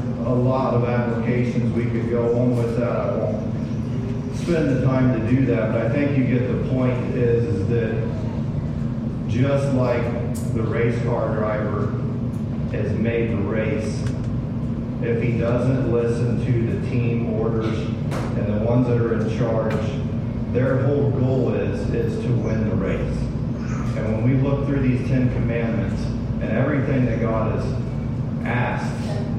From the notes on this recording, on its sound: sorry for the poor audio quality